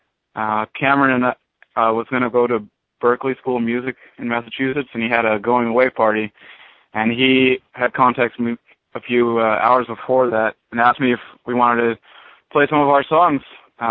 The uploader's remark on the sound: On the call in this metal artist interview.